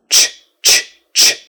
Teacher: It's just like SH as far as where you pronounce it and how you pronounce it, except you push harder. Your tongue pushes harder.